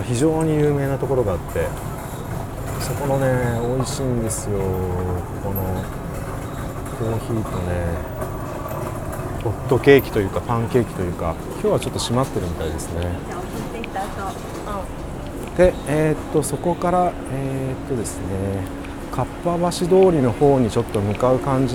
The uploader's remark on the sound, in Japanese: 浅草寺をスタートして花やしき方面、六区ブロードウェイ商店街へ、雷門に戻ってそこから隅田川方面に行って収録してきました。